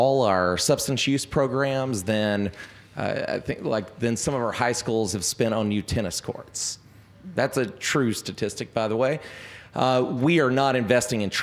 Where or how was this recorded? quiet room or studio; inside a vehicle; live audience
live audience